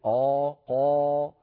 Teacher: مزج بين صوت الألف المعتاد وصوت من حروف الاستعلاء، مكان استعمل مكانا لا يستعمل إلا في حروف الاستعلاء. · Term: الألف المفخمة